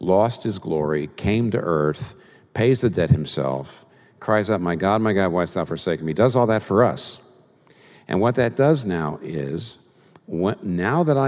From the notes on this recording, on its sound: This Q&A session was recorded before a live audience. In New York City.